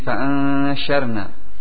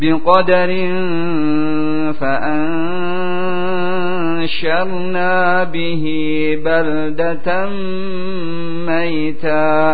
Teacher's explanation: syin ingat sama dengan jim di tengah lidah dengan langit-langit atas. Maka persiapkan setelah antum mengucapkan nun sakinah ataupun tanwin, bersiap-siap setelah menyamarkan kepada huruf yang setelahnya pengucapan huruf syin.